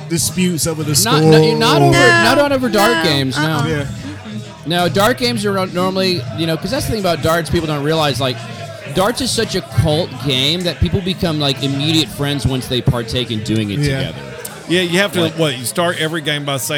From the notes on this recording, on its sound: At The Villager Tavern to record an episode. Hillsboro Village.